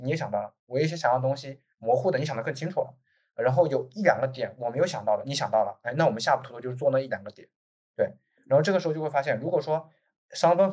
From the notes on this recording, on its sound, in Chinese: 开展了一场线上圆桌交流。我们截取了其中部分讨论制作了本期节目。